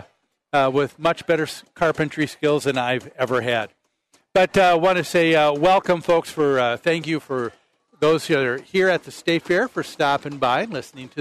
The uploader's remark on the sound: Live at the MN State Fair